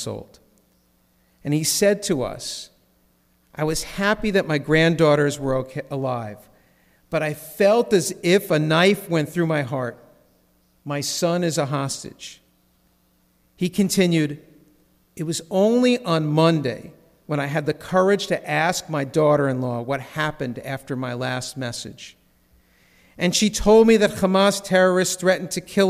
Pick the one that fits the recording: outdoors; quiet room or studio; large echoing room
large echoing room